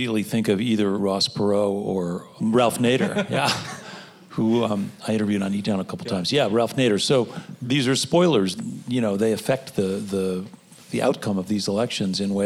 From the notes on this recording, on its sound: The show was recorded live at eTown Hall in Boulder, Colorado.